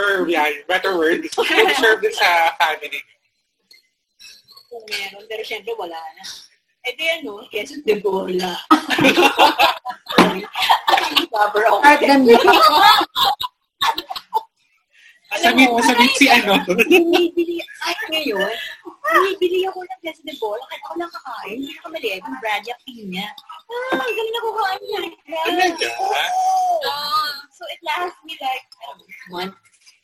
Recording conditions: poor sound quality